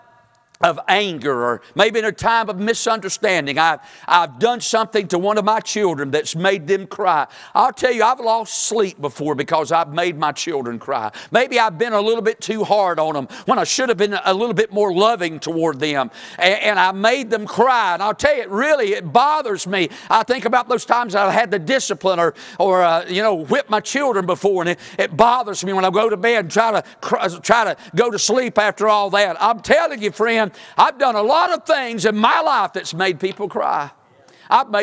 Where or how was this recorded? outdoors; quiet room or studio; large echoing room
large echoing room